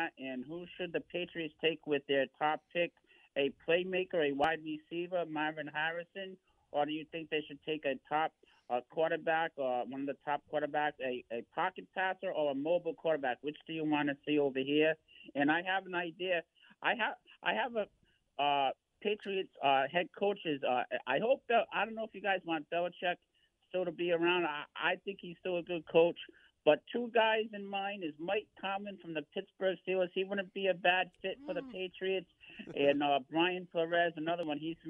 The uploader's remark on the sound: take you calls texts and tweets live on the air